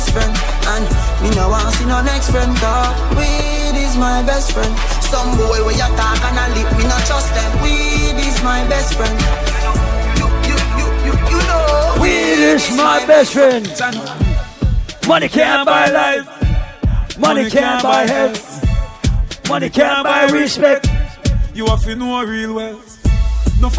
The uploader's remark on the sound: LIVE AT ISLAND SATURDAYS ON OCTOBER 22ND. LIVE AUDIO.